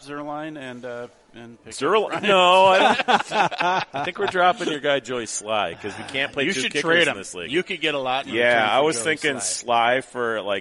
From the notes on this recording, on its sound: The show’s live studio audience crept steadily towards double digits as well. Feeding off the frenzied energy supplied by dueling fan club bases.